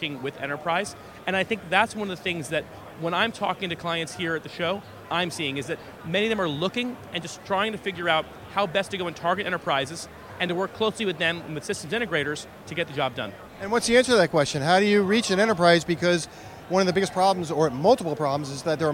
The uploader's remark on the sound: The interview took place at the Consensus 2023 conference in Austin, Texas